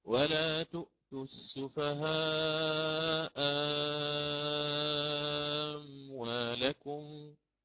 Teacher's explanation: إبدال مع إشباع لأن الميم ساكنة. ولا تؤتوا السفهاء أموالكم، فأتيت بالإشباع كما قلنا لأن الميم ساكنة. · Term: الإبدال